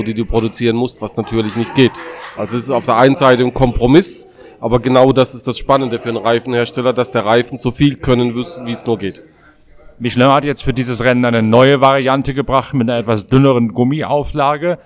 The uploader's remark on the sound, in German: live in der Box von Schnabl Engineering